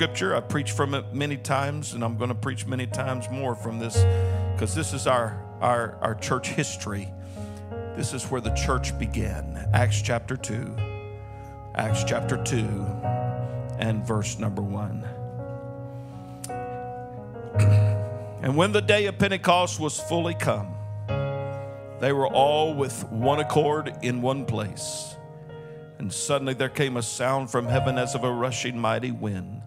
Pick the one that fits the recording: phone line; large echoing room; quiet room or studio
large echoing room